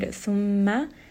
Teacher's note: Then in the word thumma, meme has a shadda, so I am going to spend a little bit of time giving this letter some proper ghunna